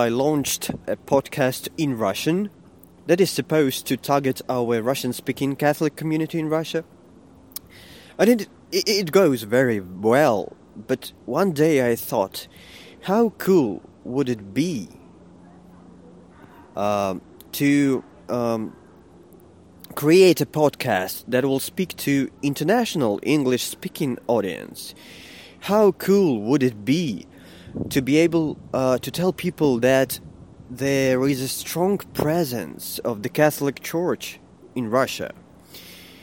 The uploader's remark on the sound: I am walking to my office and talking